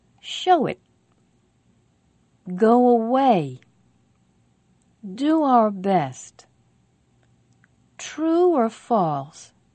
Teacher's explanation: The vowels of go and you are back vowels. When we connect one of these back vowels to another vowel, we make a little W sound between them.